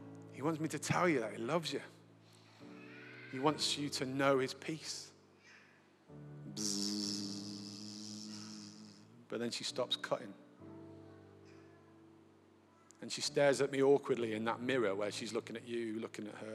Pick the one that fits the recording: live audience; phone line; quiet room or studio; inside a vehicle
live audience